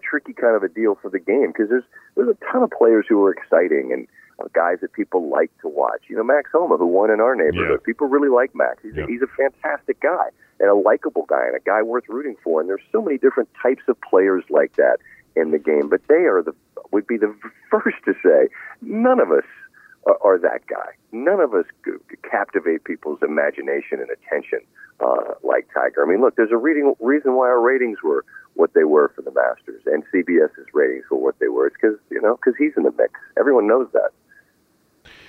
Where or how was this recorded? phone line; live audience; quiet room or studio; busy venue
phone line